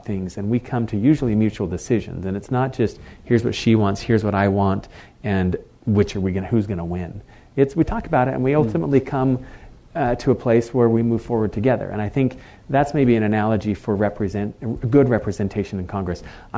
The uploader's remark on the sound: This episode is part two of a WashingTown live event.